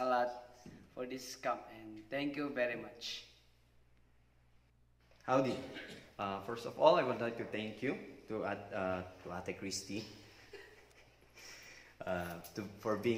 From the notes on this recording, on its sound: With the body at Grace Church. This episode is a recording of that Sunday morning service.